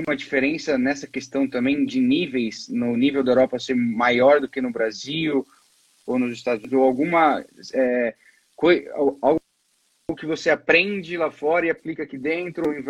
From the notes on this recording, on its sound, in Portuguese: em uma live, que rolou em nosso Instagram no dia 26/05 durante a quarentena